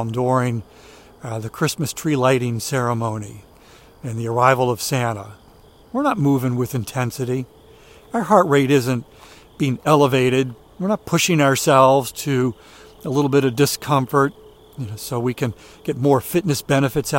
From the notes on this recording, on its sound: During today's ten-minute walk